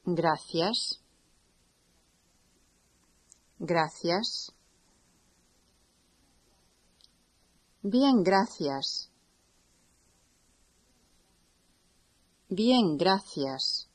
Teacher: In Spain, a C followed by an I or an E is always pronounced like the English TH.